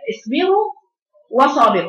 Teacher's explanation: الراء مفخمة لكن الواو رقيقة مادية